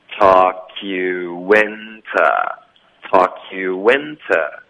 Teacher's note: to talkyou， talk 跟 you 我们就连读 talk you talk you， you 跟 into 也得连读，中间会出现一个很轻的一个 W 的音。 Talk you into into 的 to 呢，我们也弱读成 t